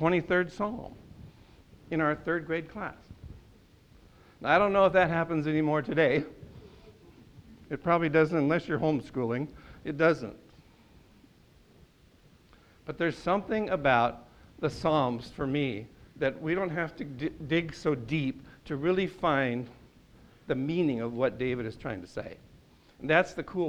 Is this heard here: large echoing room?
yes